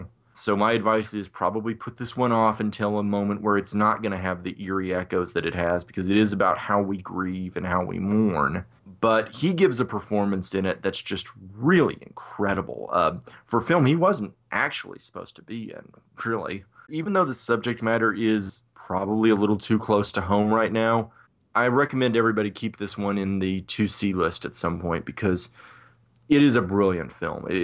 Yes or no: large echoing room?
no